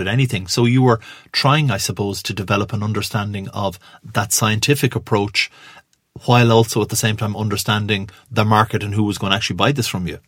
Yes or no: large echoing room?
no